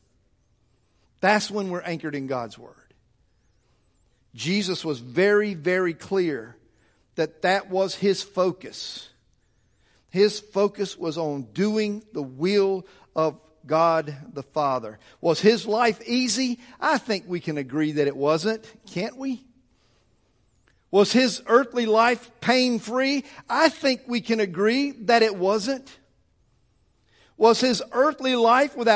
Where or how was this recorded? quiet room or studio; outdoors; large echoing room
large echoing room